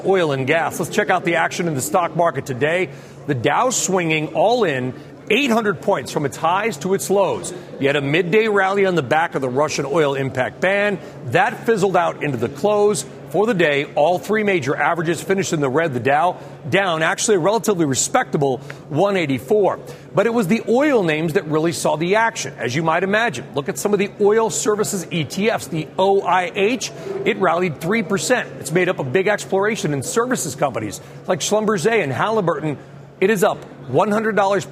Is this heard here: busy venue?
yes